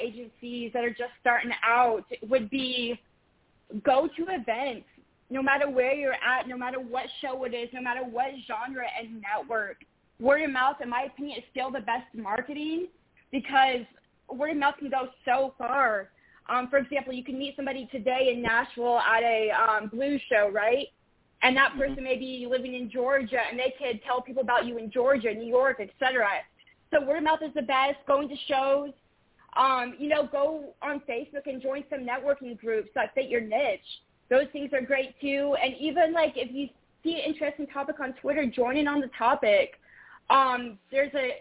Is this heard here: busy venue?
no